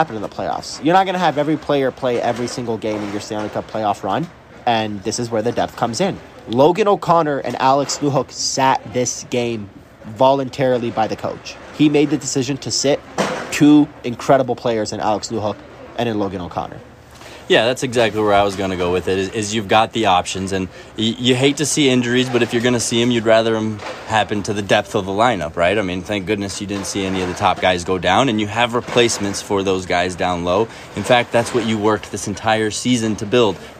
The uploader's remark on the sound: Record a quick hit post-game show at Ball Arena. They chat about the deafening crowd.